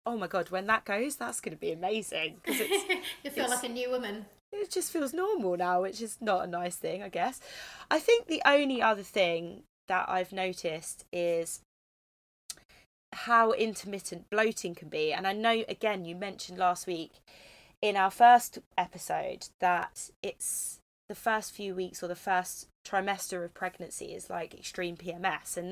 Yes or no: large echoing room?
no